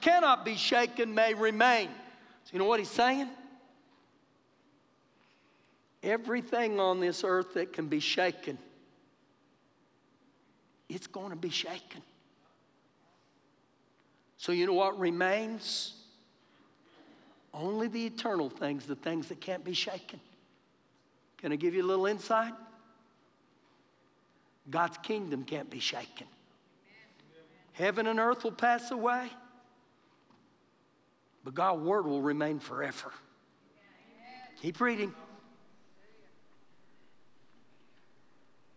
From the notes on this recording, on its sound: Recorded live during our Sunday morning service